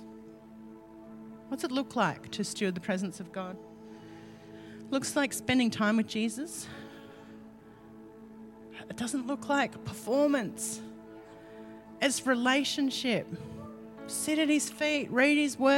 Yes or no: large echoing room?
yes